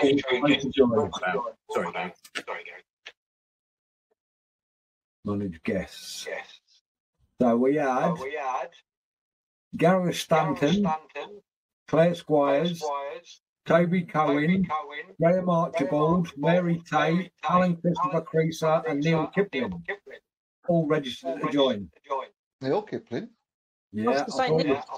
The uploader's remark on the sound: Please excuse the audio, we had some technical issues